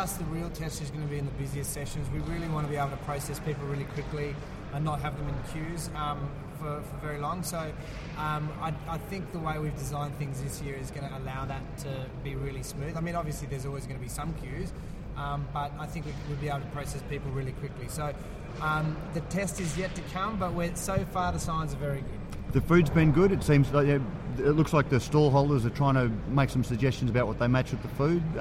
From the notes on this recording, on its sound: Radio Brews News live from GABS 2013. Live at the Great Australian Beer Spectapular.